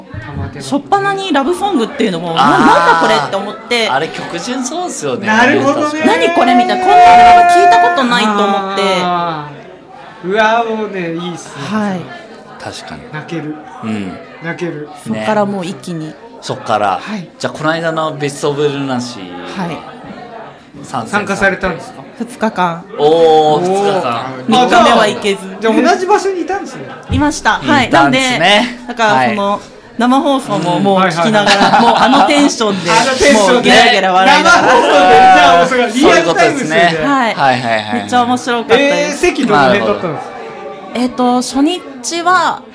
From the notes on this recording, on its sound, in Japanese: 東中野「雑談」さんにておこなわれた名盤ラジオ初のオフ会公開収録②！各メンバー、いつも以上にたいへん酔っ払っております。お店の雰囲気、臨場感も含めてお楽しみください。お酒を飲みながらダラダラと語っていく番組です。